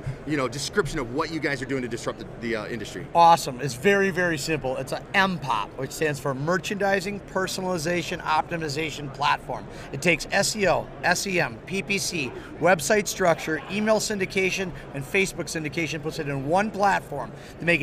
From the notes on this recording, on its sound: stops by the Modern Dealership In the Box interview booth at the NADA Show 2018